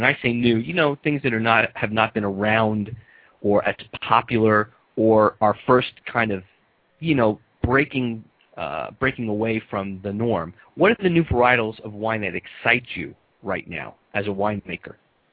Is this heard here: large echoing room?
no